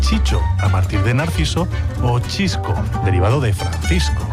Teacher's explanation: muchas veces el sonido C o S pasa a ser Che, como en Chicho, a partir de Narciso, o Chisco, derivado de Francisco.